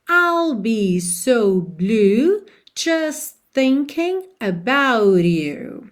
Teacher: a gente também não ouve o T de just, não é just thinking about you.